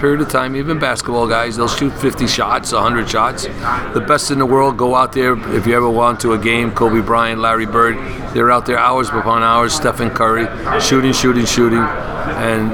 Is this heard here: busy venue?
yes